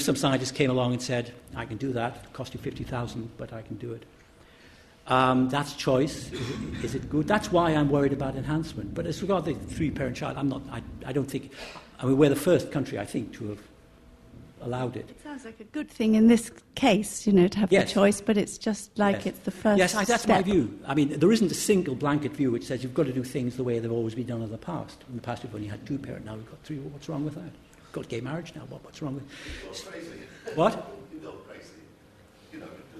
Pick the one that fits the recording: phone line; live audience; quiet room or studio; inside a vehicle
live audience